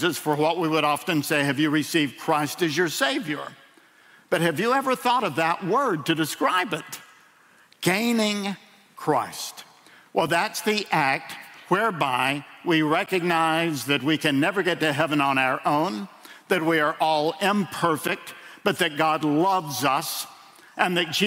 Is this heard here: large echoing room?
yes